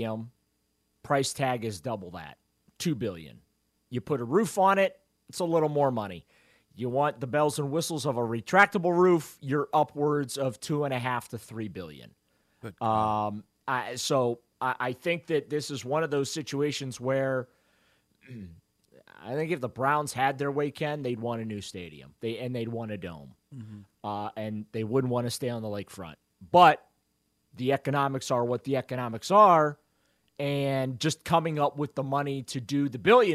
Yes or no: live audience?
no